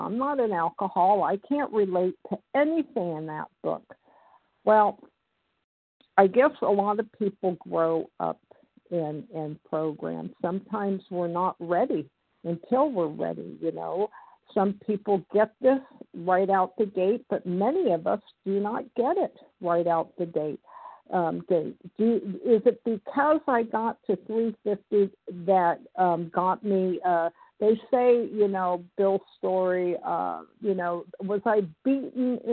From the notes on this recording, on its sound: from the 100 Pounders Phone Meeting, 5/10/23